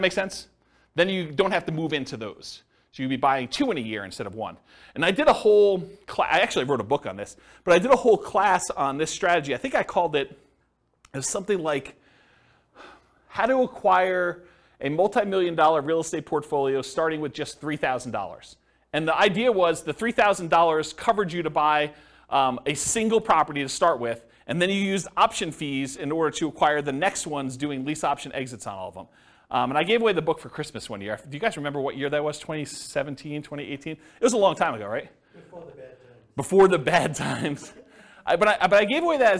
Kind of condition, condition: setting, live audience